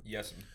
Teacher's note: Yes, sir, yes, sir, and yes'm are often meshed into almost one word.